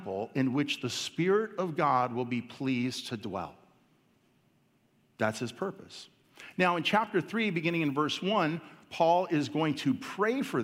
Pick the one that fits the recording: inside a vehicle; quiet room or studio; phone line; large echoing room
large echoing room